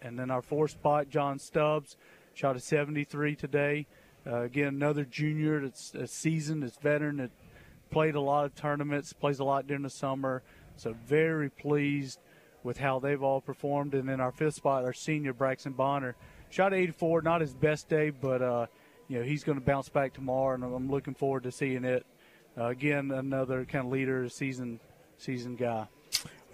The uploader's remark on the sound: David Miller Memorial Golf Tournament LIVE From UMS Wright